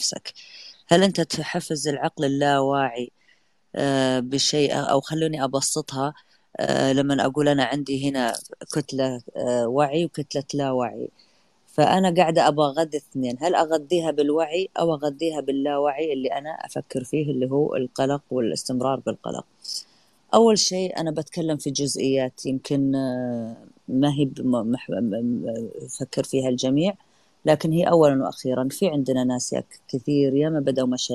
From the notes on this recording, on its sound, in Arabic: تسجيل لمساحة ابن رشد الأسبوعية على منصة تويتر